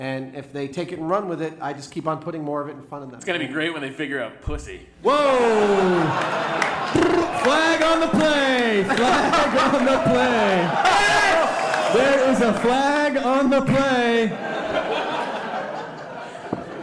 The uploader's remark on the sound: This was recorded at Largo in Los Angeles on April 5th, 2010 in front of a kick-ass crowd of delightful humans. Our very first live podcast! This was recorded at Largo in Los Angeles on April 5th, 2010 in front of a kick-ass crowd of delightful humans. We made it a little longer than a normal podcast by incorporating live performances and taking Q & A from them at the end.